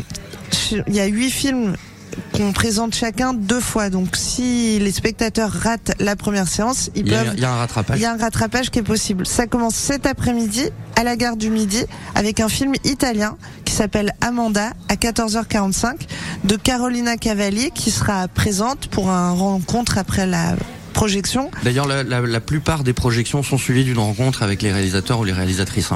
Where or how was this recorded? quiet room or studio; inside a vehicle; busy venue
busy venue